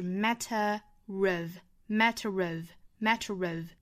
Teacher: 英式发法比如说 matter 这个单词，它的尾部其实是一个 schwasound，它是一个元音 a，那和后面的 of 在连读其实属于元音加元音连读加 r，那就是 matter of matter of matterof。但是美音的话呢，我们要